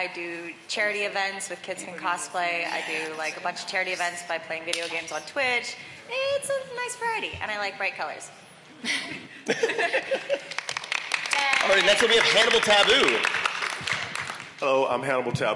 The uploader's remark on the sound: We have the audio from the Unnecessary Debates at LACC! Los Angeles 2019.